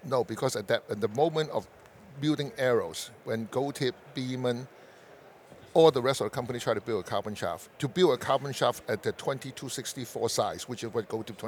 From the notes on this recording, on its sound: This recording takes place before morning #4 of the Great American Outdoor Show in Harrisburg, PA.